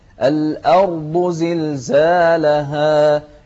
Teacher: الهمزة مرققة والراء مفخمة